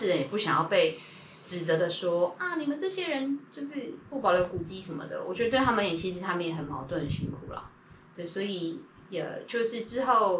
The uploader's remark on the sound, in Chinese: 抱歉這次錄音出了紕漏。礙於最近工作滿載就沒能重錄了。